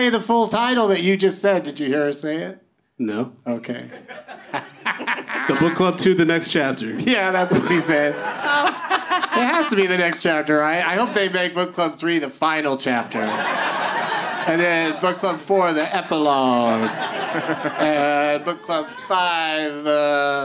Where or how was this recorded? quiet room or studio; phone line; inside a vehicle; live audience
live audience